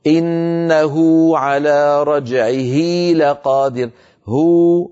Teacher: هذه الهاء كانت العرب إن وقعت هذه الهاء قبل حرفين متحركين، قبل حرف متحرك وبعد حرف متحرك، إن جرى هذا فكانوا، يعني بده يصير عندي ثلاث حروف متحركات، الهاء متحركة وقبل متحرك وبعد متحرك، حتى يخففوا من الحركات كانوا يمطون حركة الهاء · Term: مد الصلة